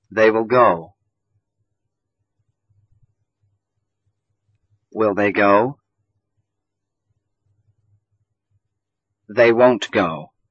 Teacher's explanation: we don't stress an auxiliary verb in affirmative and interrogative sentences, but we stress it in a negative sentence